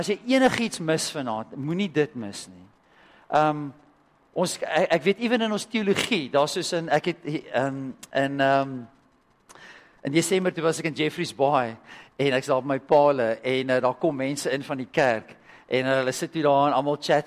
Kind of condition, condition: setting, large echoing room